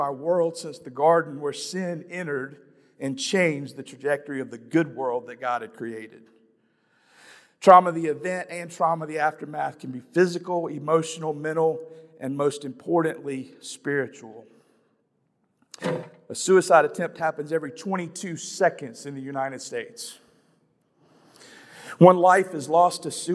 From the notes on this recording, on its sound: This is a breakout from Outside the Walls 2022.